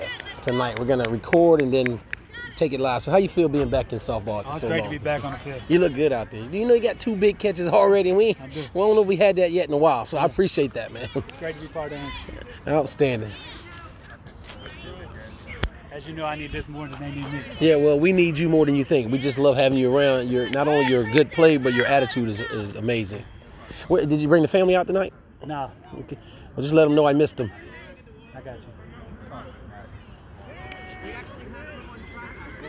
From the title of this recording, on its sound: Live from the field!